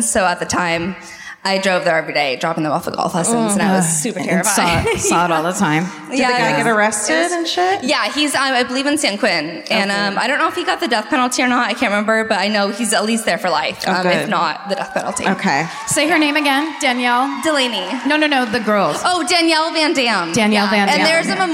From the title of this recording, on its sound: Live at the Civic Theatre in San Diego, CA